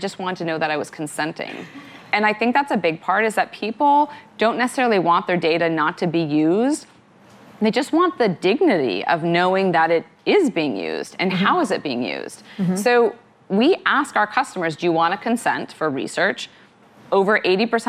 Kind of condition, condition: setting, live audience